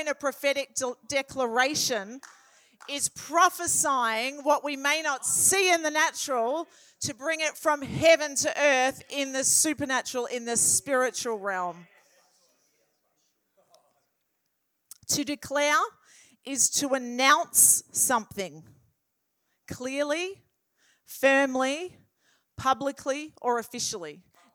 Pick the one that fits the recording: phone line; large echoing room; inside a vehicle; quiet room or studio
large echoing room